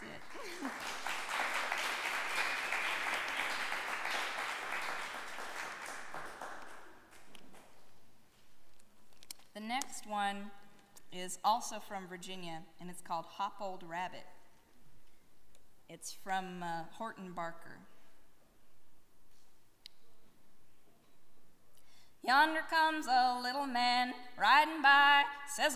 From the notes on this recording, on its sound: Live at Bristol Rhythm and Roots Reunion (2010).